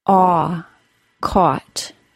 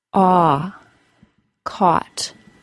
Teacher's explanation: The transition into the AW sound from the short O sound is kind of complex. The jaw closes about halfway from the short O position, and the back of the tongue rounds slightly upward. The lips are made into an oval shape and may push outward.